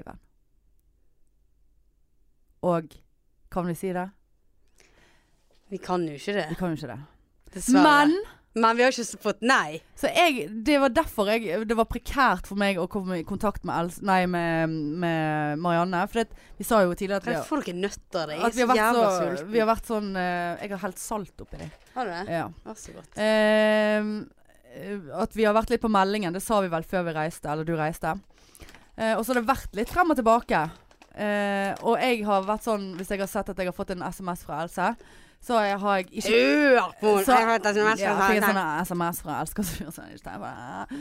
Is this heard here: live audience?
no